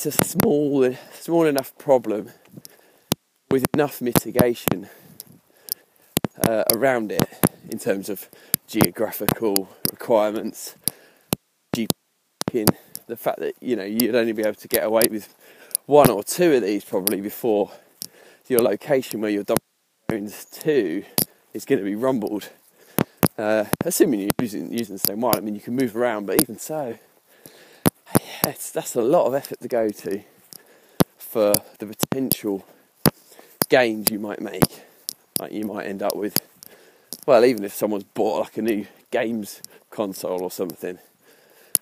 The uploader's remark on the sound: Apologies for the shocking sound quality on today's podcast. Unscripted, unedited, ad-hoc information security podcast recorded while walking the dog.